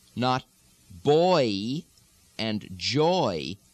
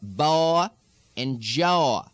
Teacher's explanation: a couple of diphthongs or double vowels, oi and I, become single vowels, aw and I, but they continue to have the lilt. · Shown in: second take · Term: lilt truncations of vowels